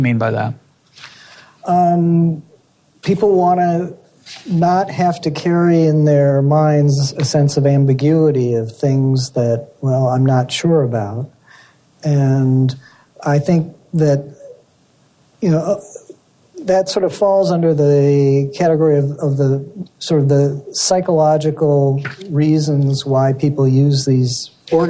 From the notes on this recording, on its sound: In front of a live audience at the Cato Institute.